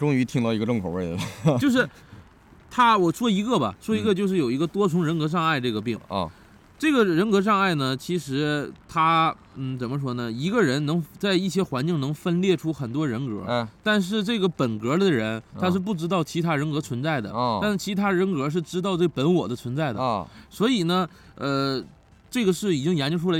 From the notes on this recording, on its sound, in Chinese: 这一期我俩录制条件有点特别，在公园录的，过程中刮风又下雨的，大家听着可能会有点奇怪